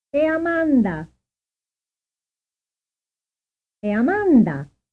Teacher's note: Plot è Amanda as a potentially emphatic statement in two ways, using a post-stress drop intonation each time.